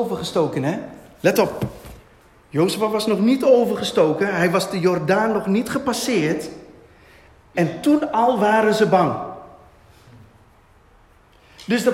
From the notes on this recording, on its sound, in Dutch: Deze preek is opgenomen tijdens de eredienst van Christus Centraal Zwolle te Zwolle.